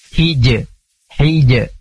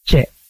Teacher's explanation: Huruf jim itu punya sifat syiddah, kuat dan kolkolah. Jadi gak boleh kita menukarnya ke sifat hamas, keluar udara. · Shown in: first take · Term: qalqalah